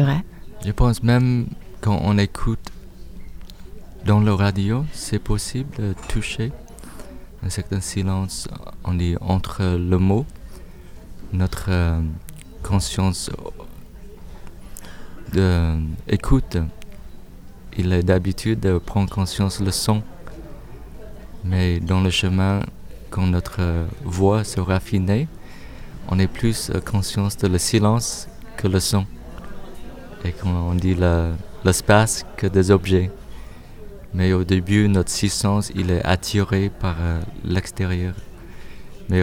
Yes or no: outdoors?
yes